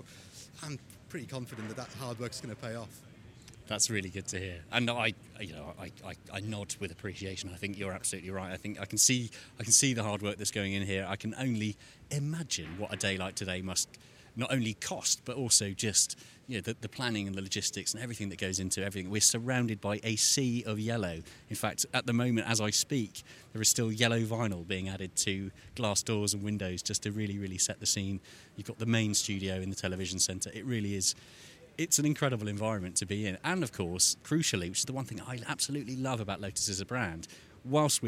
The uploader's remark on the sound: 'LIVE' from The Lotus Eletre Launch